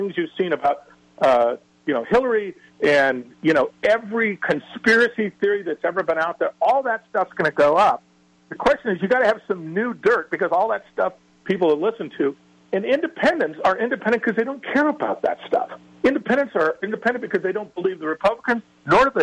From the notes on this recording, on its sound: open phones where she's joined by callers